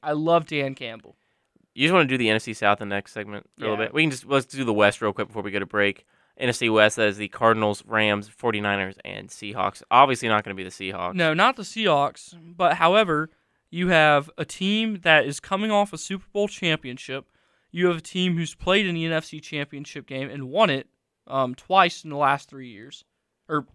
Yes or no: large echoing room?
no